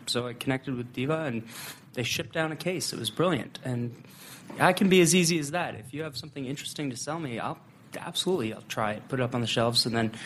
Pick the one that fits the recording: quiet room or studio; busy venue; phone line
busy venue